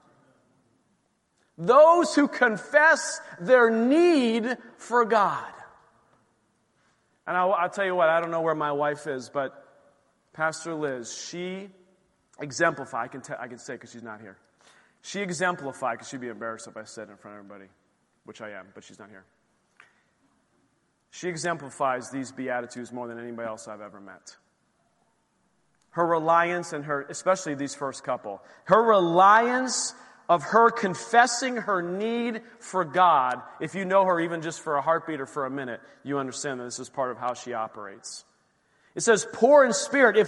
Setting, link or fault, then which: setting, large echoing room